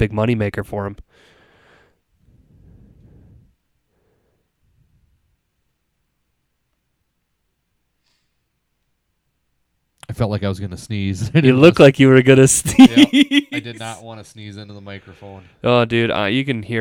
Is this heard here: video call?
no